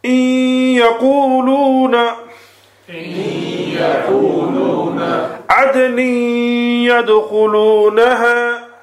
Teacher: the noon is being merged into the ya, but not completely · Term: gunna